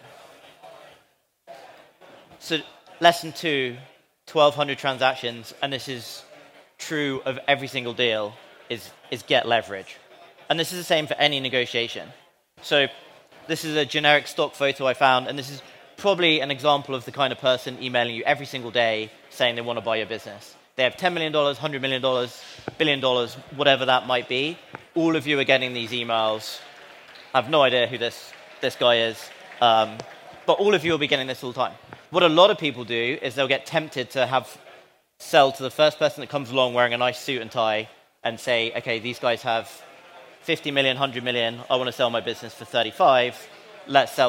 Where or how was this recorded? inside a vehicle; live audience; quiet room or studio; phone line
live audience